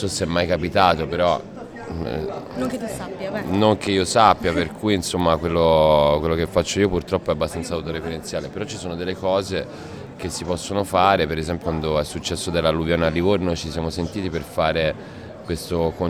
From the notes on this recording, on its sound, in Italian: In occasione della serata conclusiva del Festival delle Resistenze Contemporanee in piazza Cesare Battisti a Trento. Ci siamo presi un caffè con lui rubandogli i minuti del pre concerto.